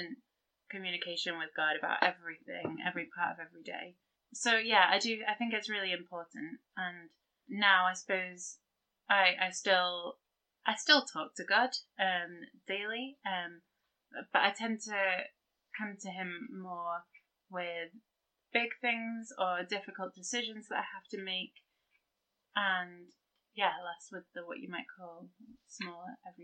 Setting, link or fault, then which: fault, poor sound quality